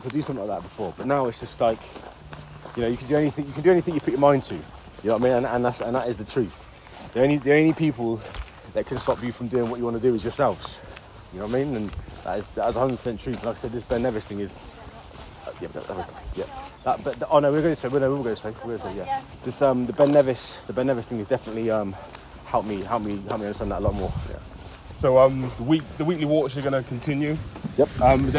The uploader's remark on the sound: Walk It While We Talk It. Listen whilst we walk and talk.